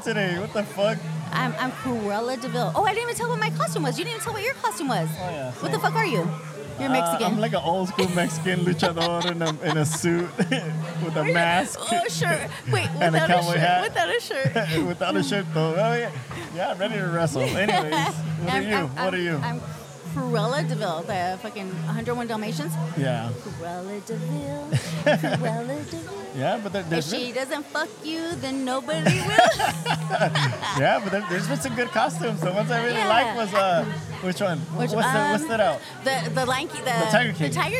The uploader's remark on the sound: They bring the excitement to you as they record live at Athena's Affairs, a renowned venue for Adult Parties. Throughout the night, you can expect to hear from various guests immersed in the lifestyle, including unicorns, bulls, groups and couples.